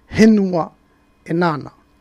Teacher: Henua parce que il n'y a pas de F dans le nord.